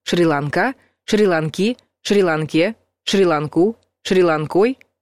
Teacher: Ударение на последнем слоге сохраняется и во всех падежах.